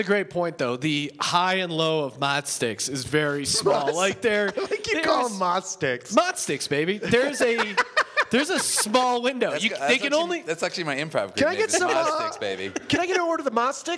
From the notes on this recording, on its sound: Another Life Podcast Live From The Big Pine Comedy Festival. Live from The Big Pine Comedy Festival in Flagstaff, AZ.